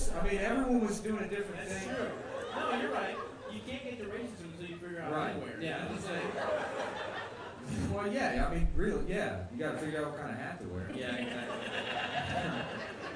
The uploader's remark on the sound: Live show